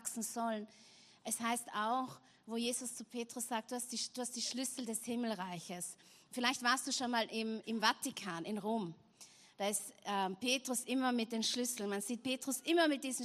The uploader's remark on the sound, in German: Gottesdienst live aus der LIFE Church Wien.